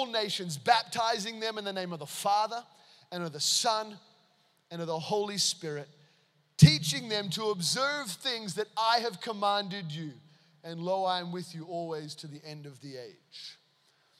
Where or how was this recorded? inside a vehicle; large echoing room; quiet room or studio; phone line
large echoing room